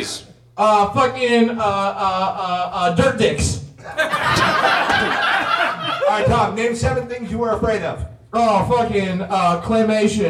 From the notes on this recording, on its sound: Live from Hollywood. Recorded live at Third Wheel Comedy in Hollywood, CA.